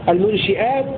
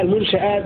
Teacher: قوله وفي المنشآت الشين بالكسر تحملها صحيحا بخلفه، قرأ حمزة قولا واحدا وشعب بخلاف بكسر الشين فيه، وله الجوار المنشئات في البحر، وله الجوار المنشئات في البحر كالأعلام، قرأ حمزة قولا واحدا بكسر الشين وشعب بخلاف، يعني شعب يقرأ المنشئات بكسر الشين ويقرأ المنشآت بفتح الشين، ويقرأ الباقون قولا واحدا المنشآت بفتح الشين.